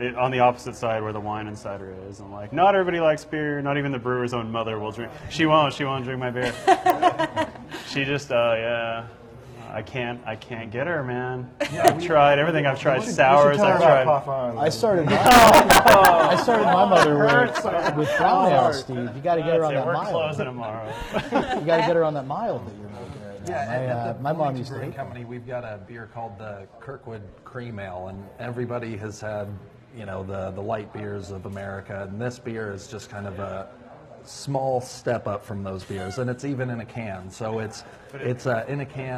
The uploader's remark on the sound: Live From Yogi's: Bloomingon Brewers On Indiana Craft Beer.